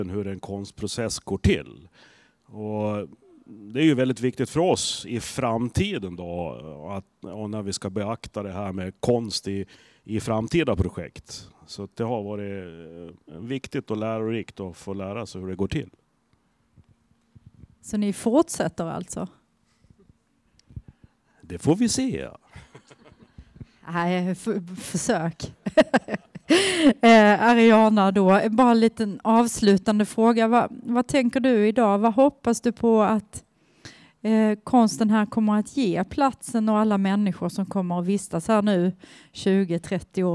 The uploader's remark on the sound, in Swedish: I det här avsnittet får vi lyssna till en inspelning från invigningen. Den 28 september, i strålande höstsol möttes ett åttiotal personer över en mugg soppa för att vara med då ett nytt offentligt konstverk avtäcktes.